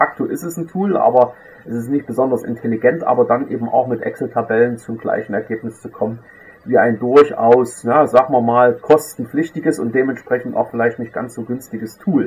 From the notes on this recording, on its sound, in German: Auf Grund technischer Probleme ist die Tonqualität leider nicht optimal.